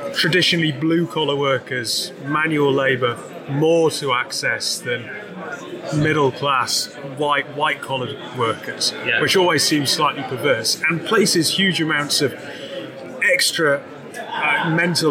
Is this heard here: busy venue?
yes